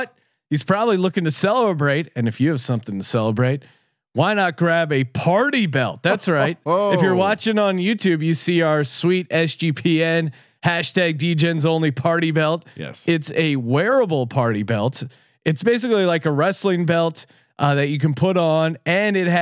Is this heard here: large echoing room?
no